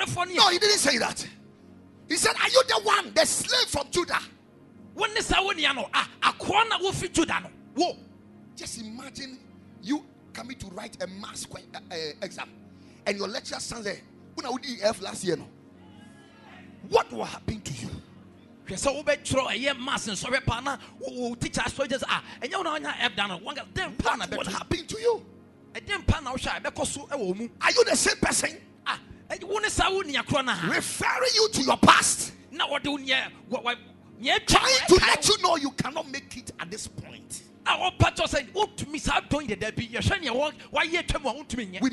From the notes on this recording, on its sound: Preached at Ekklesia Chapel